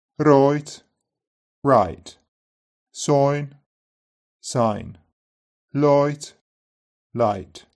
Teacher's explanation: It's made with a rounded back vowel at the beginning.